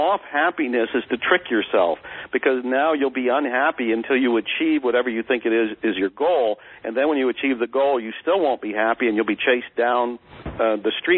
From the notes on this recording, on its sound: Please excuse the audio quality, this was a recorded telephone conversation